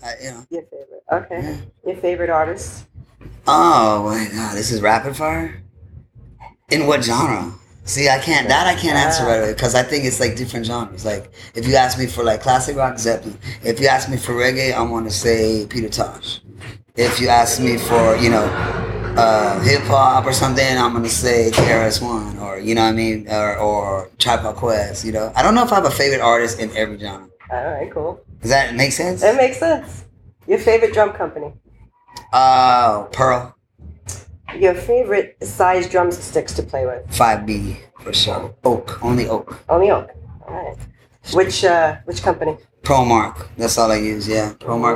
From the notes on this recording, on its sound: Interview will be already in progress as it was the evening of the show and there may be some background noises as we were in the Green room.